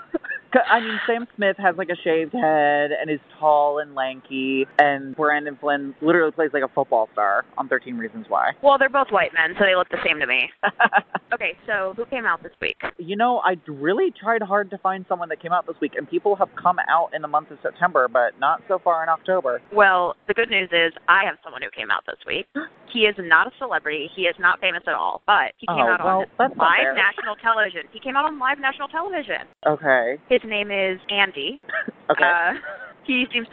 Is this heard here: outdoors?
yes